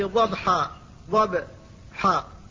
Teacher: فالباء هنا ساكنة ولكن سكونها في غير الوقف فتظهرها لكن إظهارها أقل من إظهارها في الوقف · Term: القلقلة